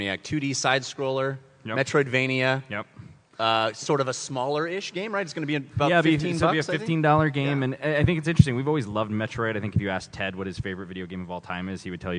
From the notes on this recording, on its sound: LIVE on-stage at PAX South. This is an awesome show recorded in front of a live audience.